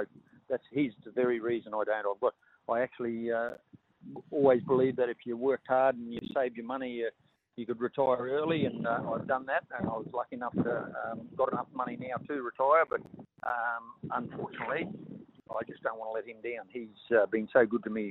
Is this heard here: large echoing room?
no